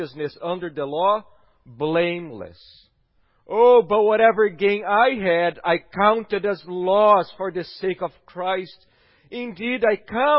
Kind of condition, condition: setting, large echoing room